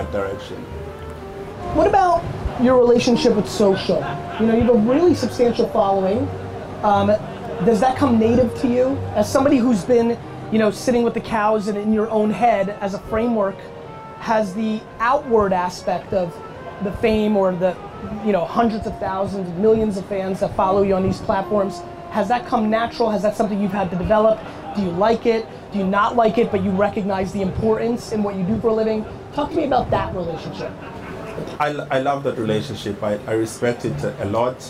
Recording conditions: outdoors